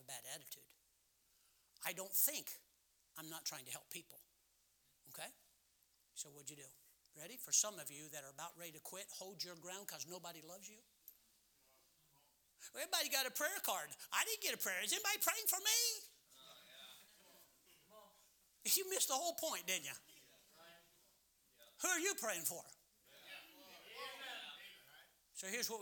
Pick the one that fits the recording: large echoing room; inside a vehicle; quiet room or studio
large echoing room